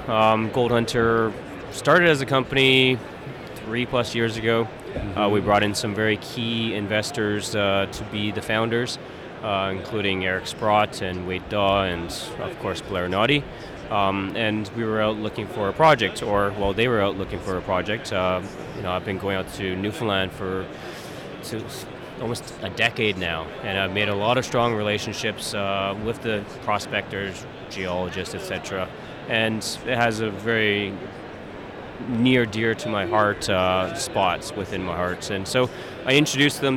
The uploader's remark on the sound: joins the podcast from the Roundup Conference in Vancouver